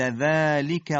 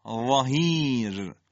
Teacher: ذلك نوک زبونی نرم و لطیف، ظهیر درشت و پرحجم و با حالت اطباق و استعلا